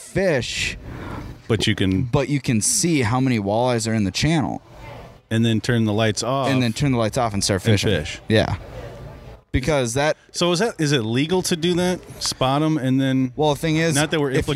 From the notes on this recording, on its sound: On location at Gander Outdoors. During the "First Ice' event.